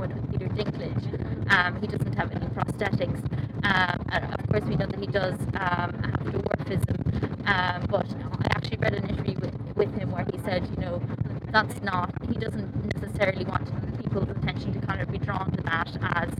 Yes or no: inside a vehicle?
yes